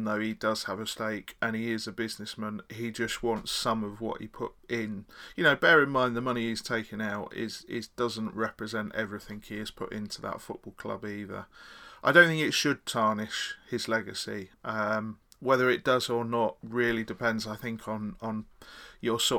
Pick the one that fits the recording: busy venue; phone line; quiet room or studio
quiet room or studio